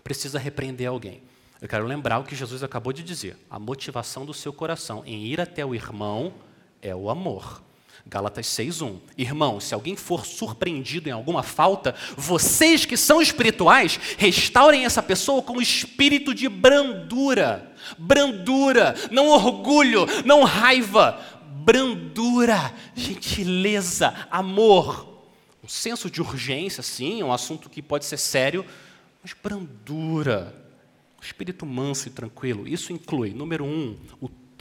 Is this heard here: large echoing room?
yes